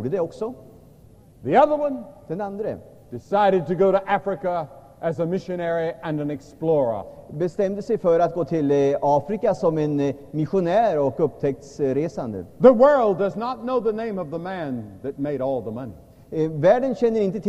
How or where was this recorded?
large echoing room